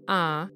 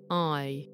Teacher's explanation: So instead of ah, it's more like I. You notice it's going from an ah to an e sound, I. · Shown in: second take · Term: diphthong